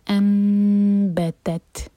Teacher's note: میم کو ایسے ادا کریں گے کہ ہوٹ ٹائٹ نہ ہوں، اور دو سیکنڈس کا ٹائم دیں گے. انبتت، ساکن پر ہمس. · Term: اقلاب